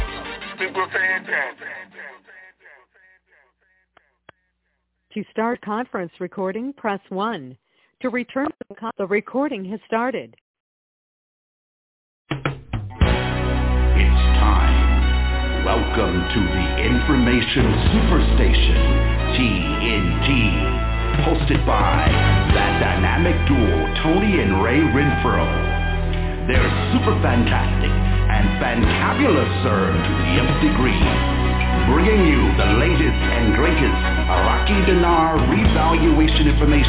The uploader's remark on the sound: TNTSuperfantastic Conference Call